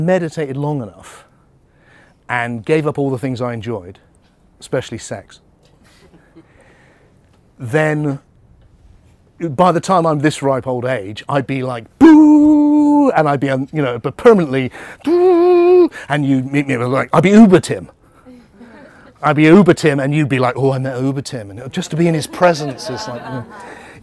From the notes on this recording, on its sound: In this inspirational talk, recorded in in the Bedouin Tent, London.